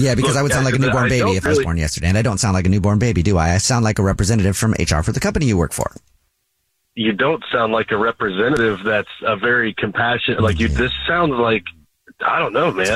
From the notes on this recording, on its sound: Is on the phone to prank her brother. Is on the phone for a War of the Roses to catch a cheater.